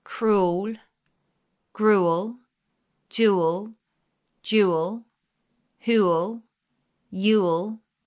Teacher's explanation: these words end with a dark L pronunciation